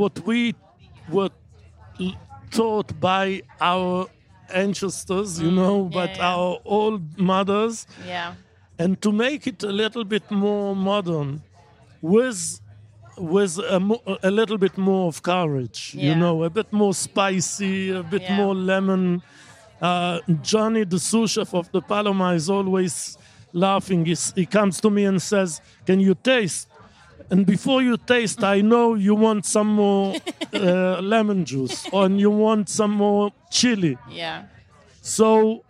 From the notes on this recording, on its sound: at Wilderness Festival, in Oxfordshire